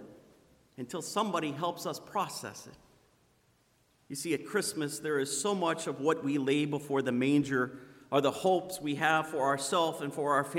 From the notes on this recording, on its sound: Sermon preached on Sunday, December 15th at Zion Lutheran Church in Muscatine, Iowa. Sermon preached on Sunday, December 15th at Zion Lutheran Church in Muscatine, Iowa.